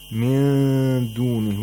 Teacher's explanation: قُلْ أَفَتَّخَذْتُمْ مِن دُونِهِ We have إِخْفَاف نُون سَاكِنَة، where we get rid of the place of articulation of نُون سَاكِنَة first, then we approximate the place of articulation of دَال، which is the letter of إِخْفَا، and at the same time we make a nasal sound for two vowel counts